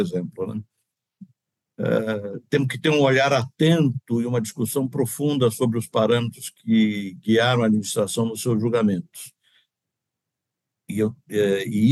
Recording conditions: video call